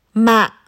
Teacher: Low falling broken tone. Thanh nặng.